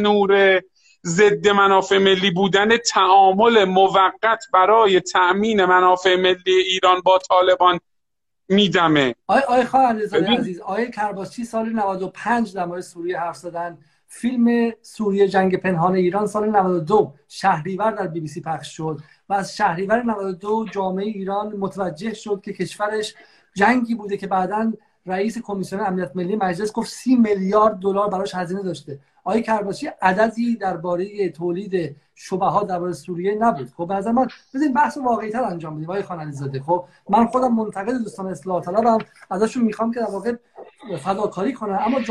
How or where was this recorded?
video call